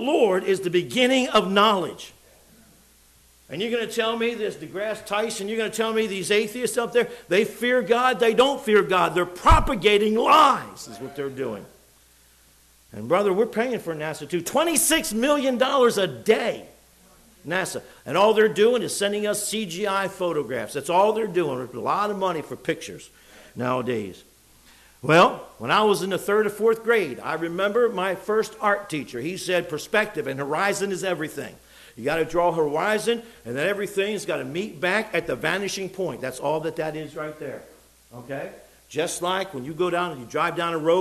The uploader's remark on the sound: It was preached in the evening service